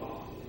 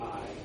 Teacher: when you're reading it, it just sounds like ah instead of I. · Shown in: first take · So, even though they're related to diphthongs because of where they came from and how they came about, you just, when you're reading it, just pronounce that vowel as if it's not there.